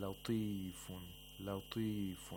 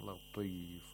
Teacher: the ta, just like the qaf in bilhaqqi, has to be pronounced with the lowest level of tafkhim · Shown in: first take · لطيفٌ، لطيفٌ، not لطيف، لطيفٌ.